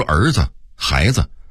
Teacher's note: 北京话里的子字特别有意思，一般情况下它发轻声